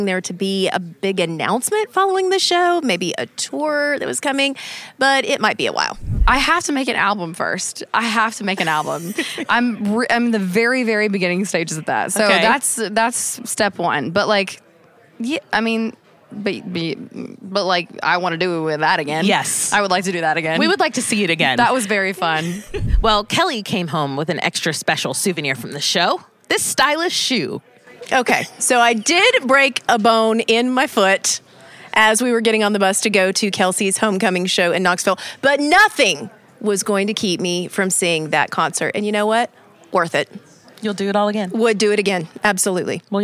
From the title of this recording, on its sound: Behind the Scenes at the CMA Awards